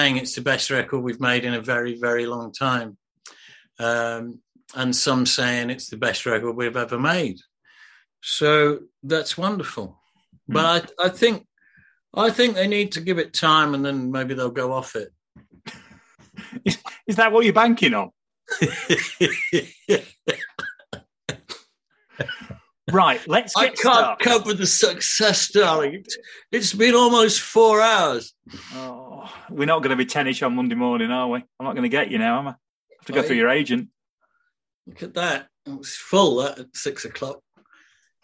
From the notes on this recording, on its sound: Q&A LIVE. I then decided it would be a bit of a laugh if we did it all (kind of) live and got selected questioners to drop by and put them to me in person. The result was a very informal Friday night Zoom hook-up.